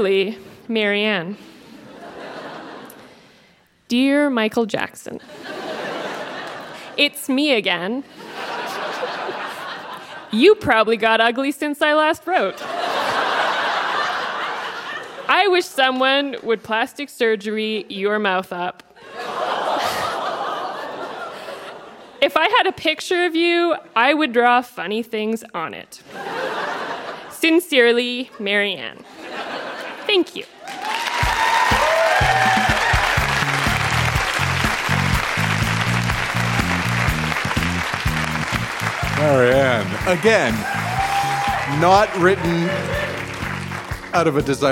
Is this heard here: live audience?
yes